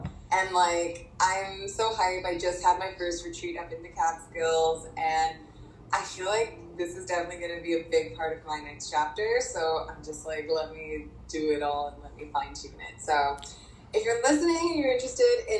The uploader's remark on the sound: excuse the sound quality!